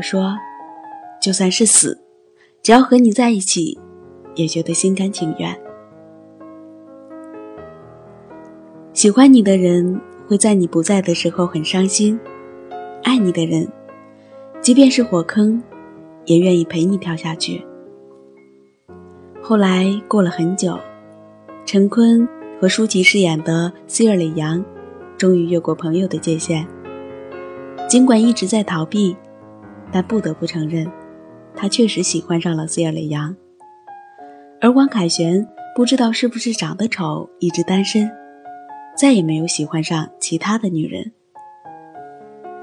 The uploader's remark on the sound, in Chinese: 手机录音